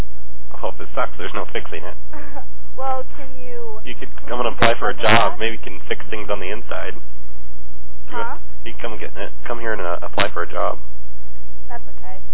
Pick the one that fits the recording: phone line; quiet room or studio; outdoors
phone line